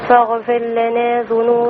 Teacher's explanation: عايز يبين الراء عشان الراء تقبل ادغام في اللام